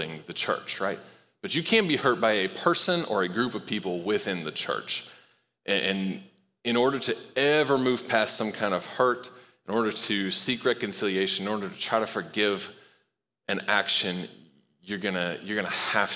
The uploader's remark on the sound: Recorded live at Long Hollow Church on September 26, 2023.